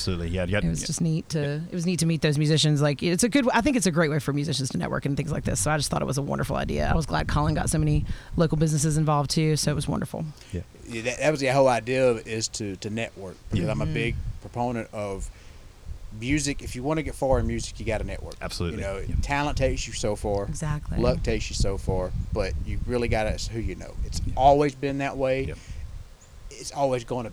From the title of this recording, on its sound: live from "The Bird's Nest"